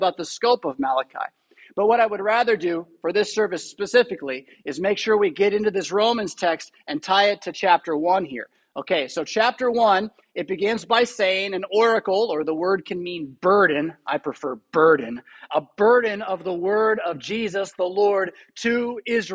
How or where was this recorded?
large echoing room